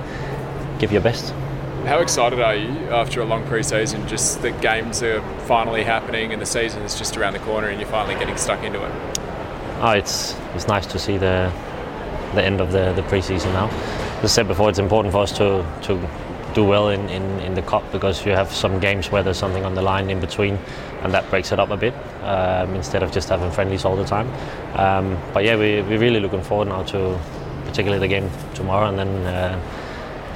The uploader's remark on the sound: FFA Cup Semi Final press conference. Speaks to media at Adelaide ahead of our FFA Cup Semi-Final versus Central Coast Mariners.